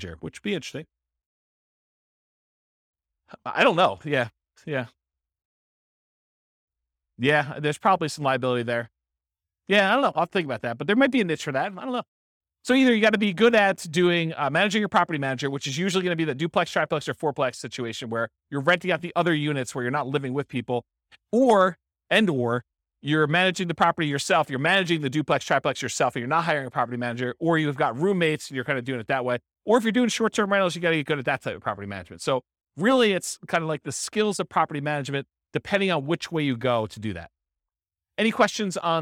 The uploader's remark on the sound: This was a live class recorded